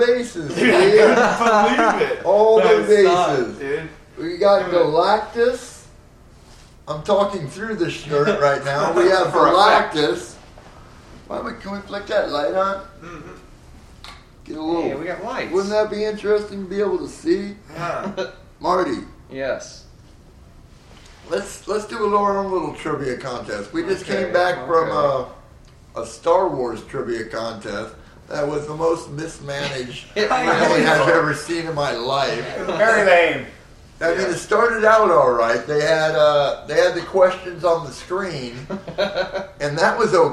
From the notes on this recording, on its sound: Live from Phoenix ComiCon! The first in a series of three podcasts performed at Phoenix ComiCon 2013.